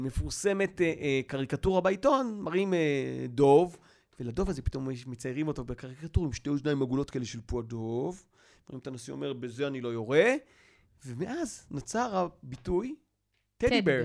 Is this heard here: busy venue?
no